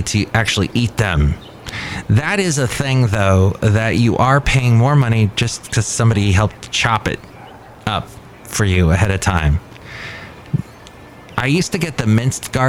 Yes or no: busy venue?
yes